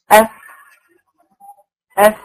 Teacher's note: أطراف الثنايا العليا ماشي مع بطن الشفة السفلى، الاتنين مع بعض، ولازم وانا بقولهم احس فيها هواء خارج وانا بقول الفاء اف اف.